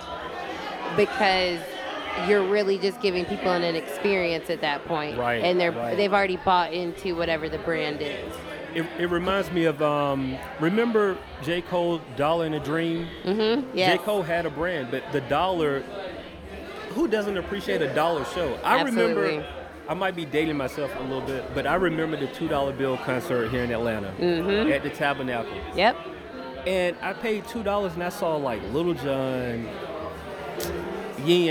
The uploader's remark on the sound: Kicking It At Adventure ATL Fest 2018. Live at The Masquerade Atlanta.